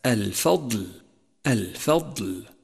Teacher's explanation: سادسا، انتبه إلى تتالي الترقيق والتفخيم في كلمة الفضل الفضل، فالفاء مرققة والضاد مفخمة، فأعطي كل ذي حق حقه الفضل وليس الفضل.